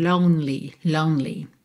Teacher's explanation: o E não é pronunciado. Você vai do N direto pro L.